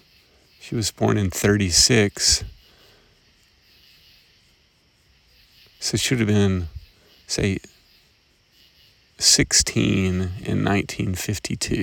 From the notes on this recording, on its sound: Observations and reflections at 3am, walking around Camp Swann in Grundy County, TN